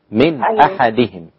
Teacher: النون السكنة قبل الهمزة لابد أن تظهر · Term: مفيش إخفاء